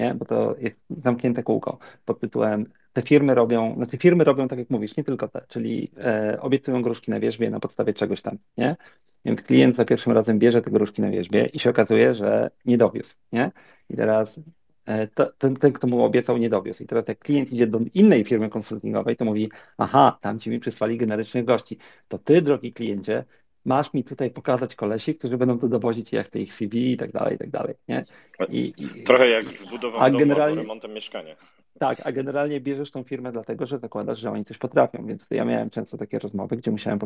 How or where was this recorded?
video call